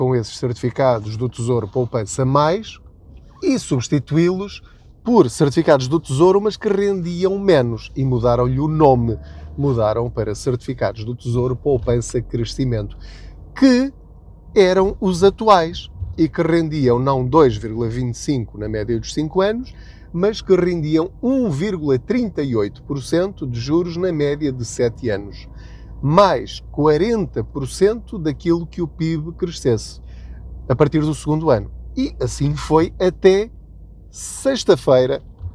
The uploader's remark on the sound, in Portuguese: Aproveite a minha boleia. Não ligue aos barulhos da viagem.